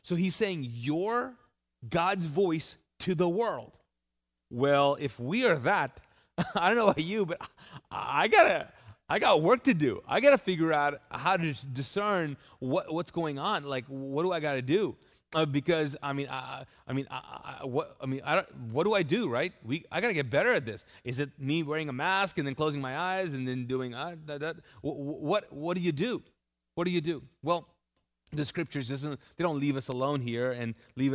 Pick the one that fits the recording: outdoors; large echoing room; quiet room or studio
large echoing room